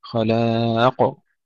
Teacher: قلقلة القاف بدون تشديد، لا نقول خلاق كما يقول بعض الإخوة، خلاق.